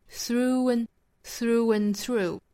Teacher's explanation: through and through 同样是带出一个小小的 w